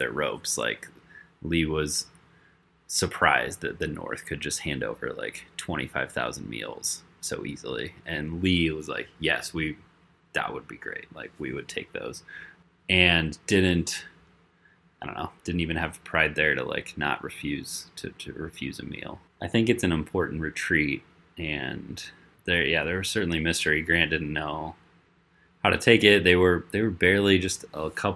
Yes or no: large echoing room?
no